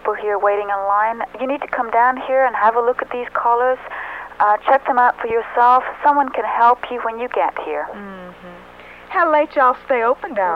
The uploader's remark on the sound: Prank Phone Calls